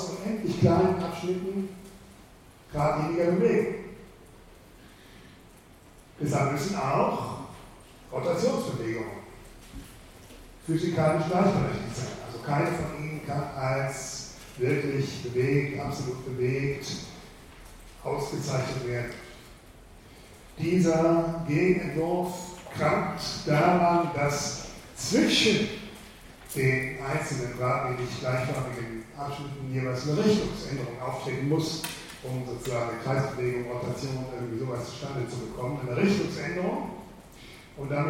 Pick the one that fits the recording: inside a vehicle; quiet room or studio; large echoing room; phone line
large echoing room